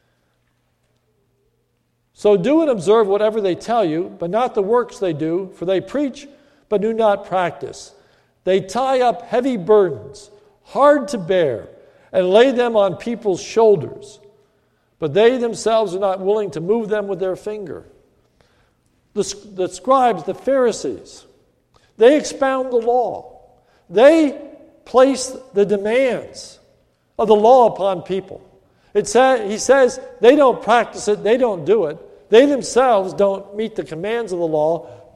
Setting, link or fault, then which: setting, large echoing room